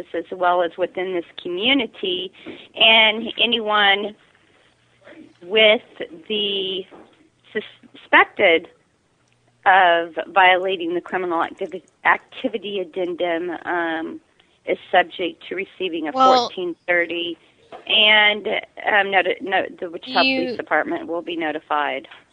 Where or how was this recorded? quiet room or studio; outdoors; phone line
phone line